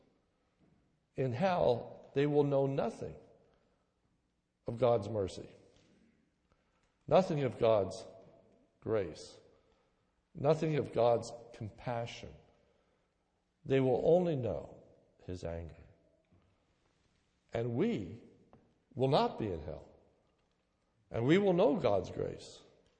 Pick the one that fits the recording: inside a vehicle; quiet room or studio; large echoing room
large echoing room